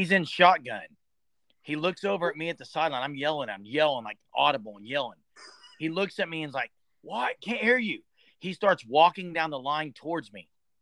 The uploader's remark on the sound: We did have audio issues with some people driving during the podcast.